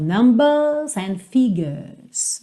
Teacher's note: Se eu tenho ali o sotaque mais britânico, eu não vou enrolar o R.